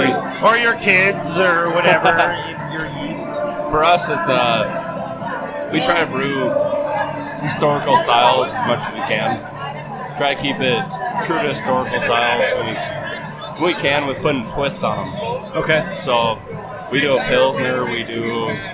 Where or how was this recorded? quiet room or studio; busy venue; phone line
busy venue